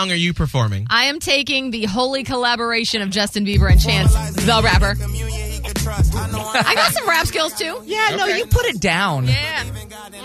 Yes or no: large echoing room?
no